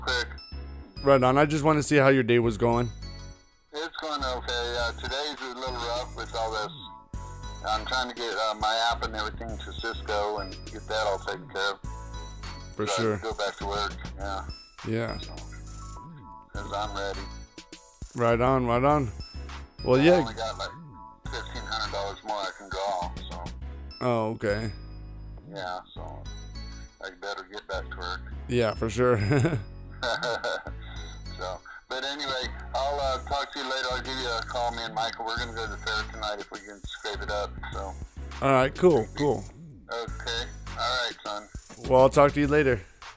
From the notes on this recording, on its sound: a phone call from my dad and calling random numbers.